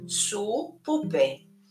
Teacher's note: O U ci dà il suono di U italiano, puro